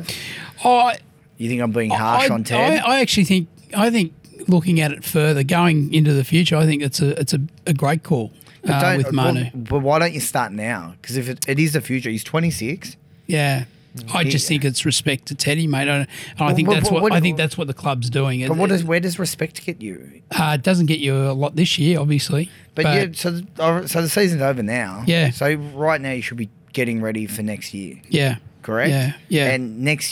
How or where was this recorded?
busy venue